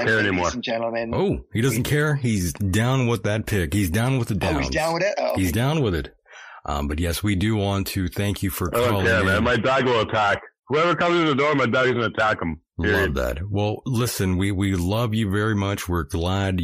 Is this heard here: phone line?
yes